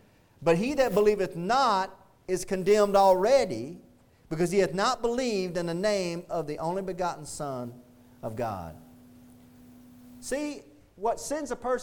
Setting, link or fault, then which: setting, large echoing room